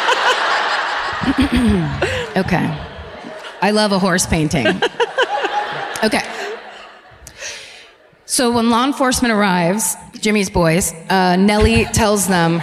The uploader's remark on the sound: Live at the Arvest Bank Theatre in Kansas City